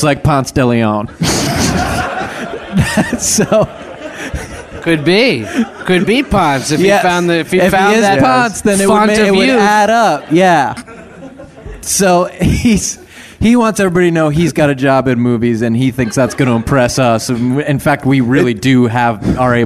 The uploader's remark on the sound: Coming at you live from LA Podfest. Then, the live Popcorn Gallery asks about branding and making movies on computers.